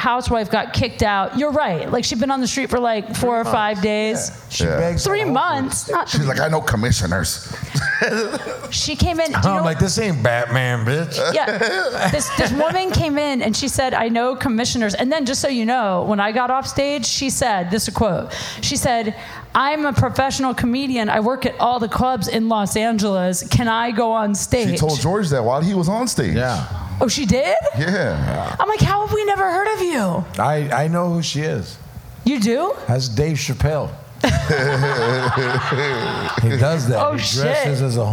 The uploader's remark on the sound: LIVE at Saint Rocke